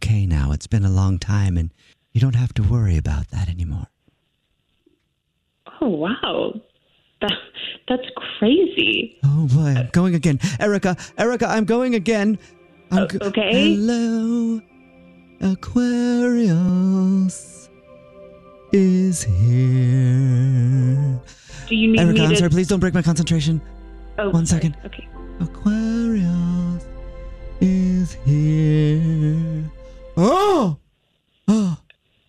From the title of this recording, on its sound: Phone Prank